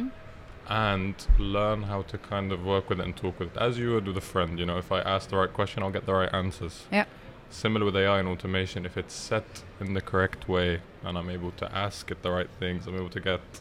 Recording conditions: busy venue